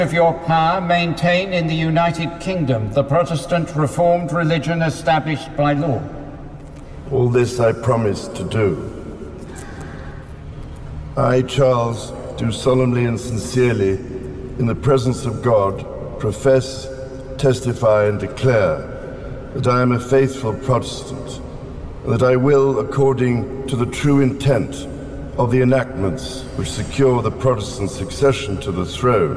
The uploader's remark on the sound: A special bonus episode live from the Coronation.